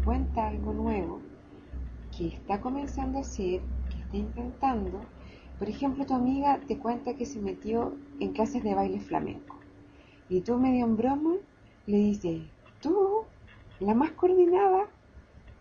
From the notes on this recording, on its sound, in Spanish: perdón por el mal sonido